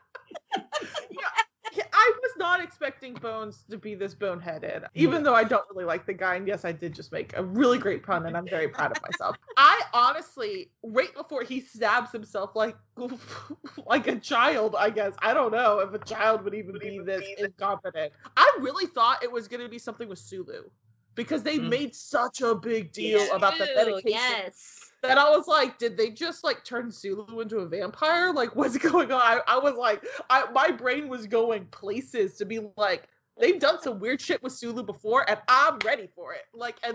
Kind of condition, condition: fault, poor sound quality